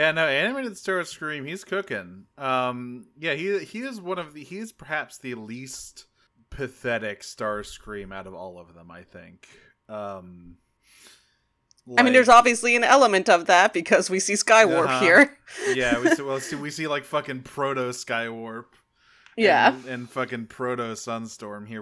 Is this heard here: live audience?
no